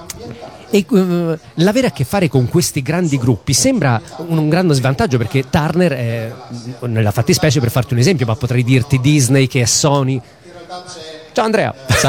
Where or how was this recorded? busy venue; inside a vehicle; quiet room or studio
busy venue